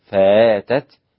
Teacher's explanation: بالإبدال الهمزة ألفا للإمام أبو جعفر والسوسي وكذلك ورش